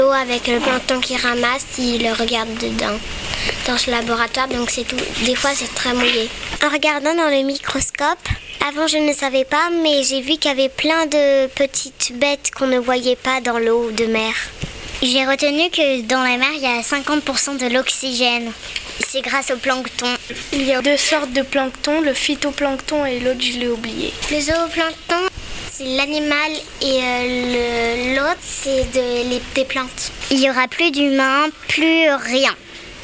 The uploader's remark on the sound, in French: Écoutez le podcast de la sortie de la classe de CM1. Laissez-vous bercer par le bruit des vagues dans cette courte virée.